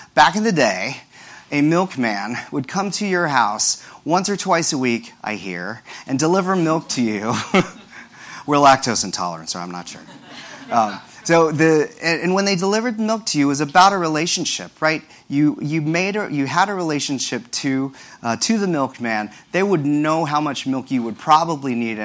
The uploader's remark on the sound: This discussion took place during #ProductCon NYC 2018, the biggest product management conference in the world!